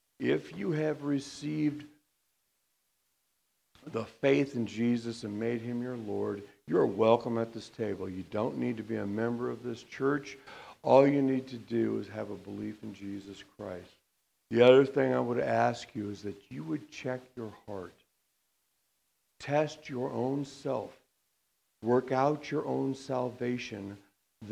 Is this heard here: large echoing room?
yes